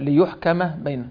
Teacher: قراءة أبي جعفر بضم الياء وفتح الكاف